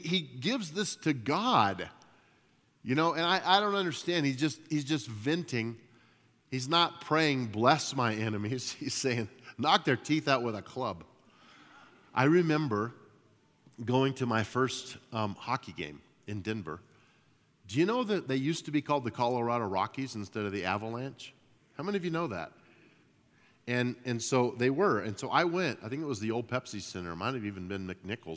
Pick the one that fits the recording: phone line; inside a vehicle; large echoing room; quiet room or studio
large echoing room